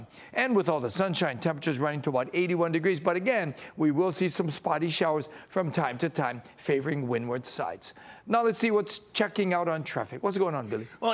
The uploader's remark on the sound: live from the airport in Honolulu this morning